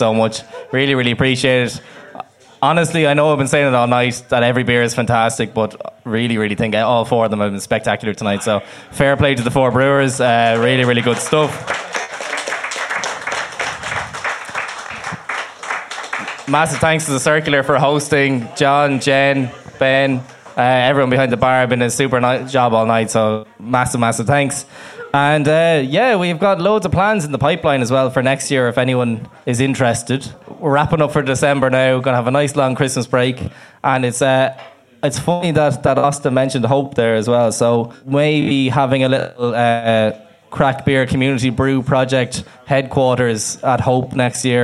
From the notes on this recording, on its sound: Live at The Circular. We hosted this live event in The Circular in Dublin 8 on November 30th.